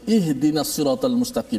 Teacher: huruf ha mati kan mesti suara ha itu dilepaskan · Term: sifat rakhawah